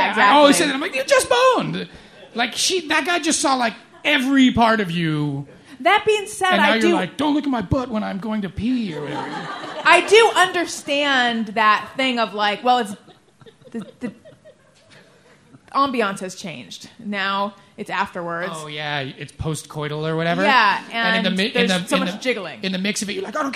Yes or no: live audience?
yes